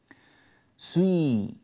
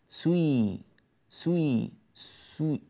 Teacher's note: يضم الشفتين في أول الحرف ثم يكسر فيقول هكذا سوي، لاحظوا جيدا فمي سوي سوي سوي، بدأنا السين ونحن شفتان مضمومتان سوي سوي مع انتهاء ضم الشفتين على طول، ونحن في أول السين نعود فنكسر فنقول سوي.